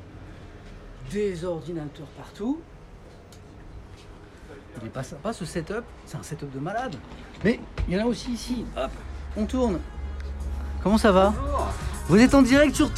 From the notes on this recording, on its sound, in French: Test de stream avec téléphone portable, en direct de Questions pour un Champion